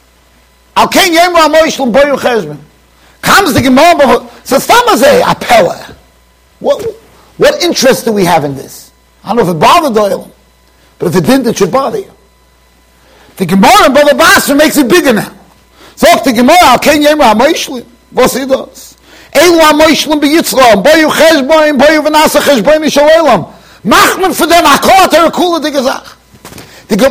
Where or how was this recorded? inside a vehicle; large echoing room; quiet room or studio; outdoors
large echoing room